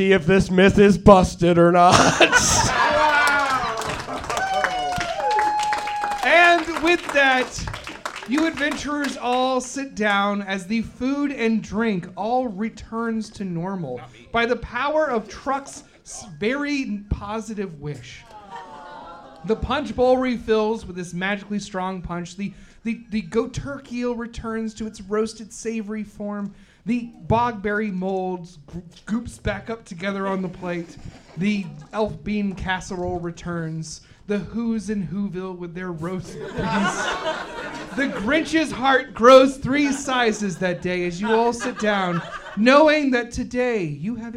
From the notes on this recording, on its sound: Here’s another tale of adventure from our new live show, Thirst For Adventure! We’re still figuring out how to record in a huge room, so apologies for the rough audio.